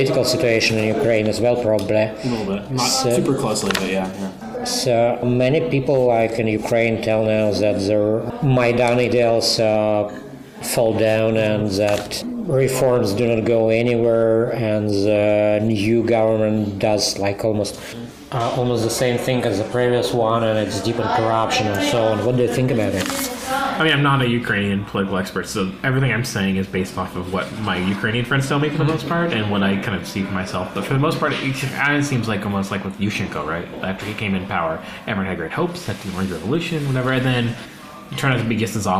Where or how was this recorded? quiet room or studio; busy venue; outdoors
busy venue